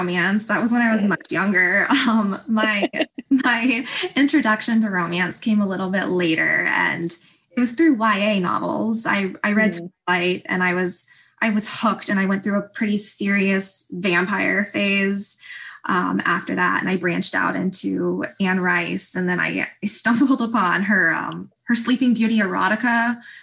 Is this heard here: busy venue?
no